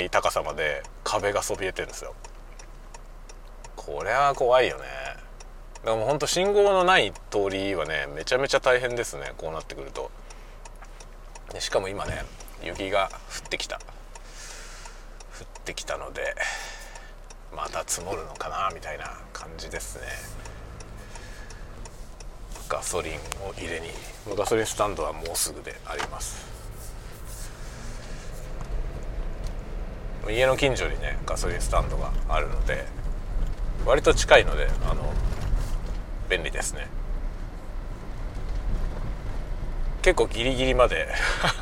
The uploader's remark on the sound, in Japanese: 昼休みにガソリン入れに行く実況。ガソリンスタンドに行きながら車の中でしゃべりました。Stand.fm。